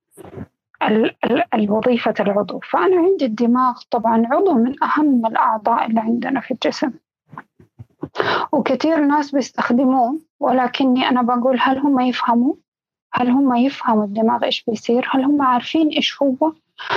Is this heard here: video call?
yes